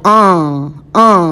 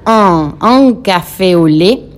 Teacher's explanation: UN es nasal, un, suena como una A nasal